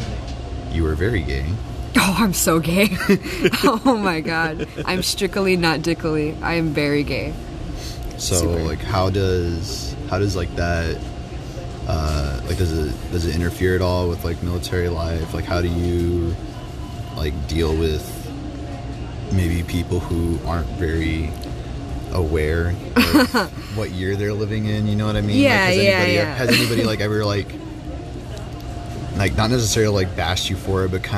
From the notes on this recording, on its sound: it's the first episode done in a public setting, and it doesn't sound that bad!